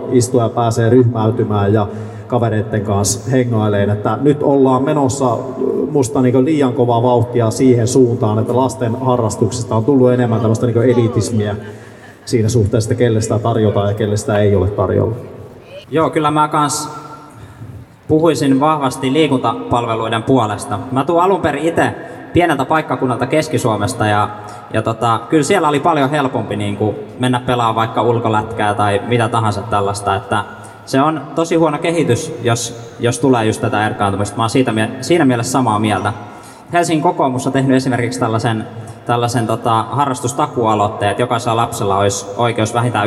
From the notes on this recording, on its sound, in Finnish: Valtuustopuolueiden paneelikeskustelu kaupungin kehitykseen liittyvistä aiheista pidettiin Helsinki-päivänä 12.6.2018 Narinkkatorilla. Helsingin Lähiradio 100,3 MHz.